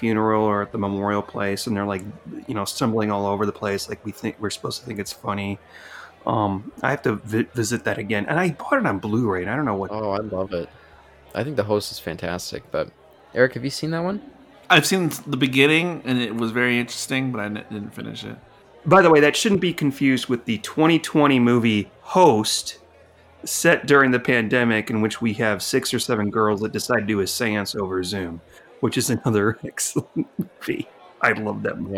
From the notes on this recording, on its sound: This episode was recorded in a bar-side episode